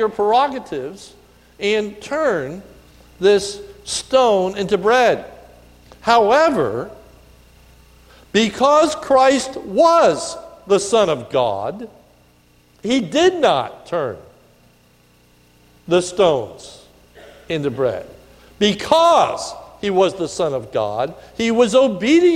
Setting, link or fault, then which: setting, large echoing room